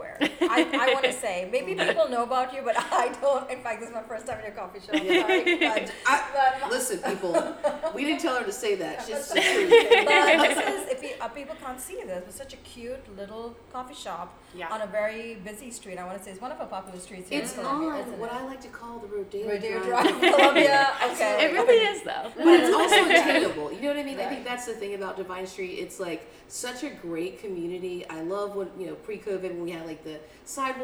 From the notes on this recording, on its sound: we are on location at Blum Coffee